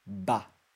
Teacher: o som de V também não existe no japonês. Então a gente vai tentar aproximar ao máximo e vai usar o som do B. Nesse caso vai ficar ba.